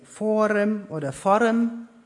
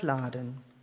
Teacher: Genau in dem von dieser Linie umgebenen Gebiet gibt es den sogenannten D-Rotazismus. Hier wandelt sich also ein D zwischen Vokalen zu einem R. · Shown in: first take · Der Faden heißt hier Forem oder Forem und man sagt Lore statt Laden.